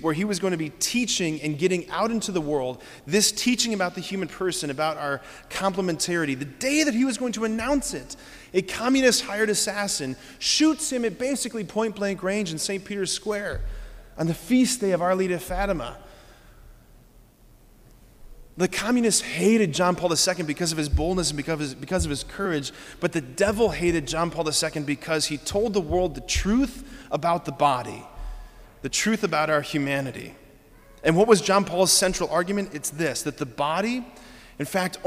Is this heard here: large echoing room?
yes